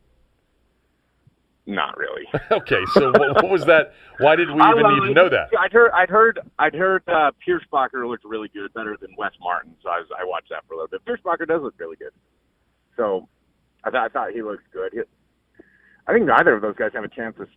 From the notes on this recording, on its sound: called in from the road as he's headed for Cleveland from Wyoming